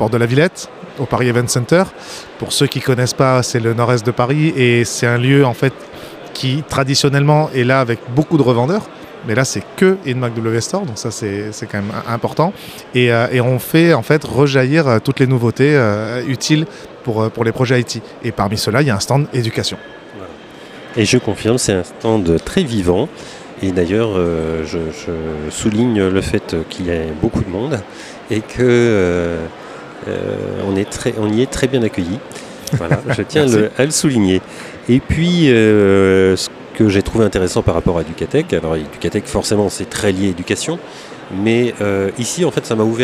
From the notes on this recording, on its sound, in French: J'improvise un épisode au salon InMacweb Store. Ambiance salon (bruit de fond).